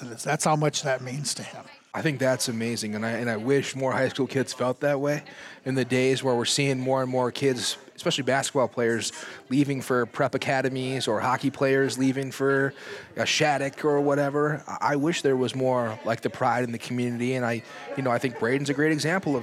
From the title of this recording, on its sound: Live at TCO